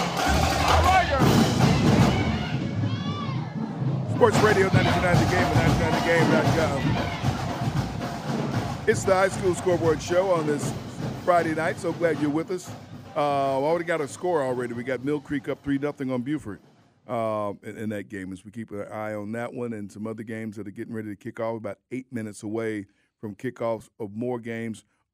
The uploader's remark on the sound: our reporters are out in the field on the rainy Georgia night